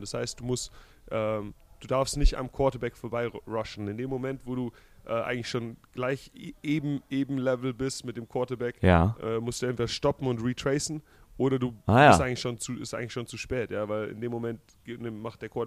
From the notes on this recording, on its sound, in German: Die Super Bowl week ist in vollem Gange. Live vor Ort in Phoenix Arizona.